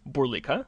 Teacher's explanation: the accent is on the second syllable, so it's Burlika, not Burlika.